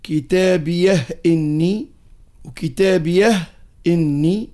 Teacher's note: سكت دون تنفس ولا وصل، معناتها دون تنفس.